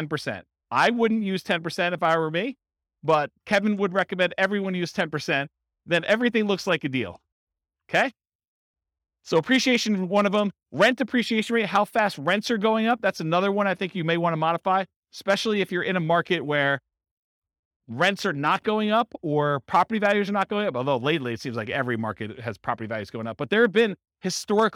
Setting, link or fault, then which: setting, live audience